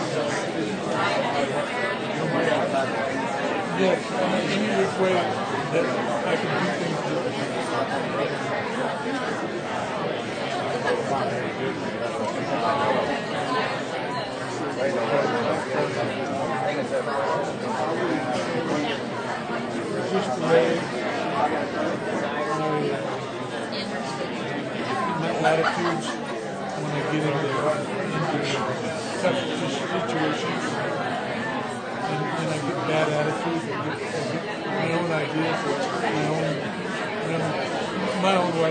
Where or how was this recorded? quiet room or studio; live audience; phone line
live audience